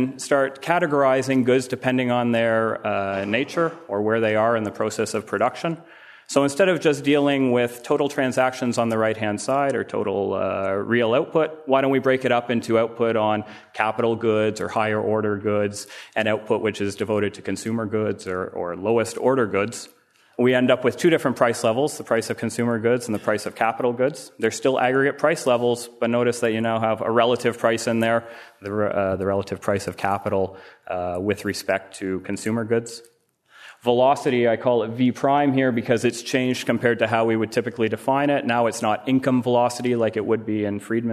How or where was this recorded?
live audience